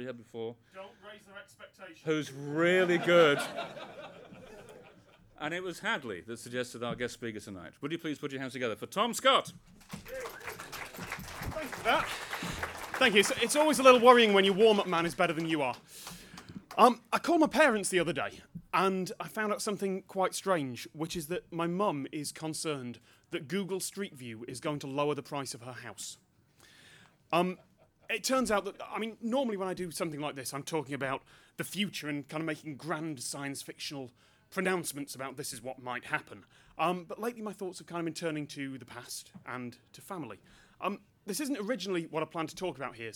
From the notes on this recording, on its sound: Met with and at the Open Data Institute to get to know one another. This is a recording of the speeches that took place.